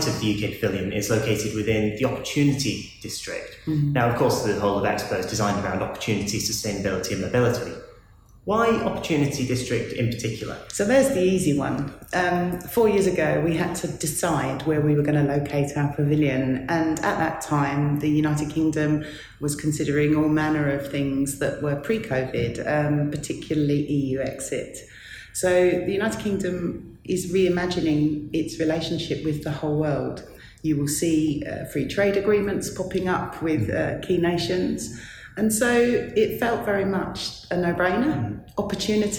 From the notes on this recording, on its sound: Live from Expo 2020 in Dubai. Comes live from the UK Pavilion from Expo 2020 in Dubai.